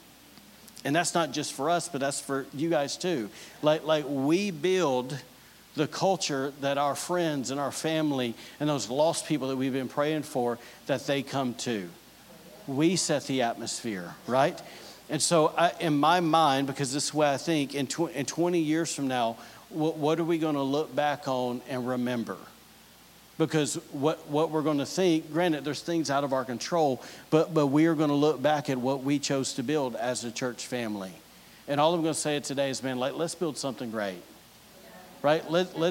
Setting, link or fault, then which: setting, large echoing room